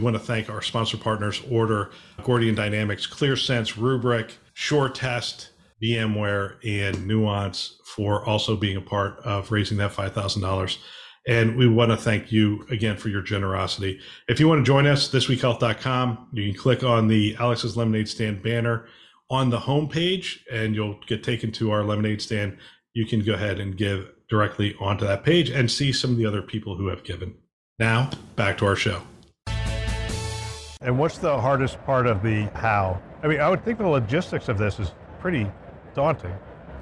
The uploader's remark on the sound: an Interview in Action live from HIMSS 2023